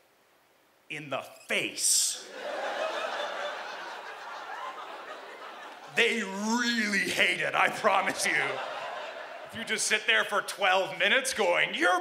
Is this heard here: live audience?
yes